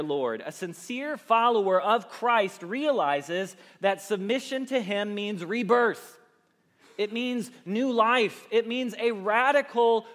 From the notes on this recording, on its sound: Message Preached at Valley Creek Church